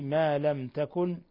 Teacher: ما لم تكن ميم ساكنة جاء بعدها التاء إظهار شفوي